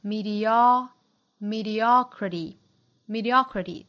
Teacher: 美音呢要注意就是 o 这个音呢、读成 o，开口度更大更松弛